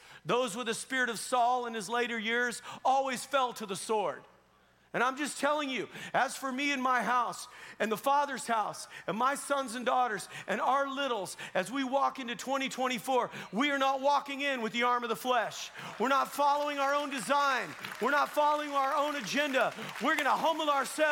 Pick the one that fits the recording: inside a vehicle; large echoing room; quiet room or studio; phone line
large echoing room